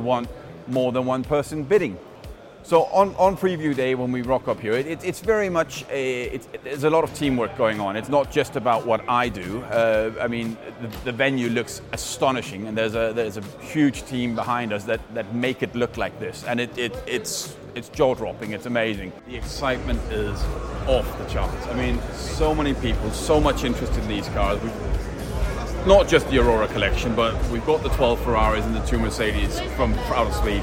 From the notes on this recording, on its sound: we bring you the sights and sounds of what is probably Europe’s most beautiful car auction – our sale at Villa Erba on the banks of Lake Como.